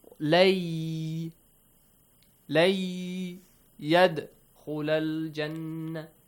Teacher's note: It means you gotta kind of double the Ya. Because when you merge, Nun changes to the Ya sound